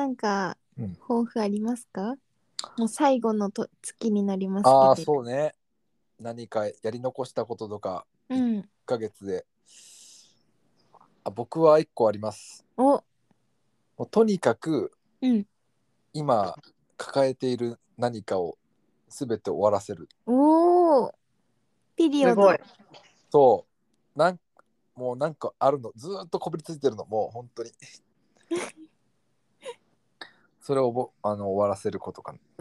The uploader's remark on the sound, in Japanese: 今日は久しぶりに遠隔収録